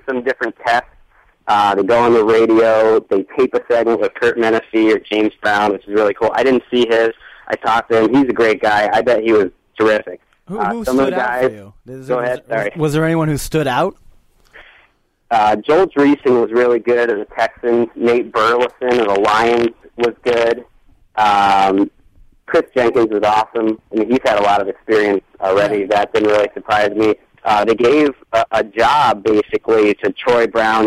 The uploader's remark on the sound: The guys then phone up